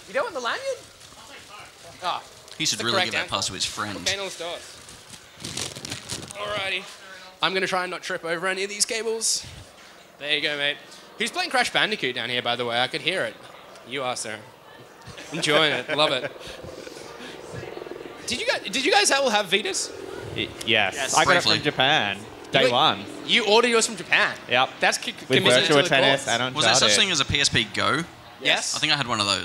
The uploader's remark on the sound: Live at Federation Square